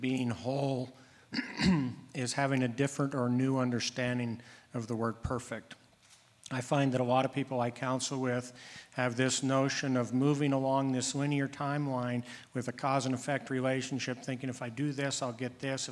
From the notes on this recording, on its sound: In this episode our amazing advisory board discusses wholeness at our LIVE event.